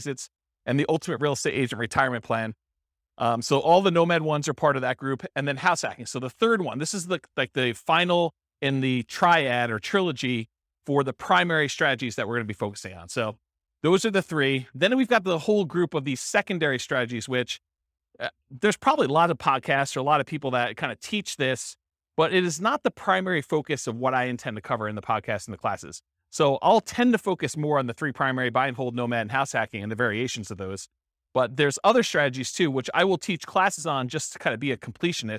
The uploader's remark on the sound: This was a live class recorded